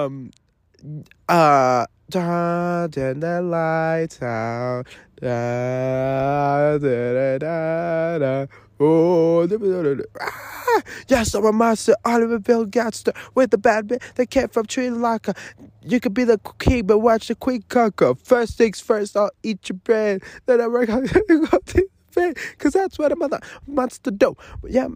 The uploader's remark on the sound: Live from the forest. I am camping alone.